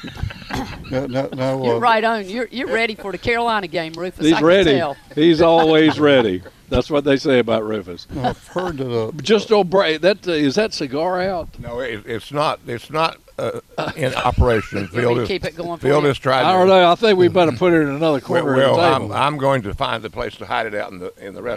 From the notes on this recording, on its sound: broadcasting live from Campbell Road Nursery